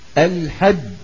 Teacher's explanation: وكذلك الجيم لما نقول أب لاحظنا بأن صوت الجيم مثلا الحج، لنقول الحج أشهر معلومات، الحج انقطع الصوت تماما، ما عاد مر لا صوت ولا نفس · Term: الجيم الفصيحة